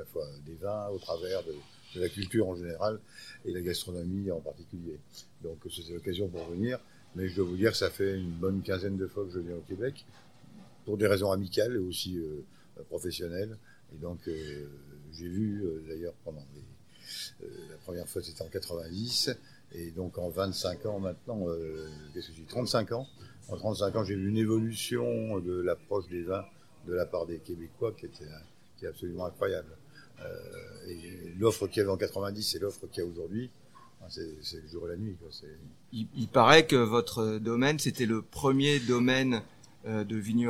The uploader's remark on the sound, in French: Enregistré au restaurant Annette